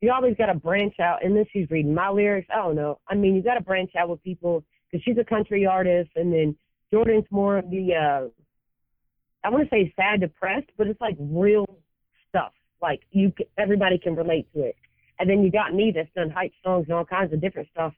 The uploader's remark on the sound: I recently sat down for a telephone interview.